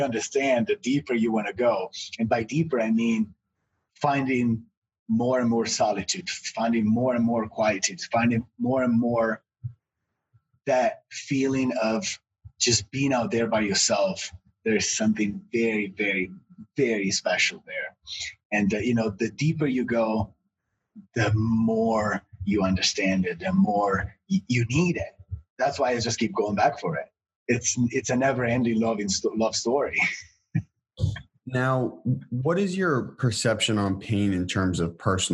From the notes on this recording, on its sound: sat down on Zoom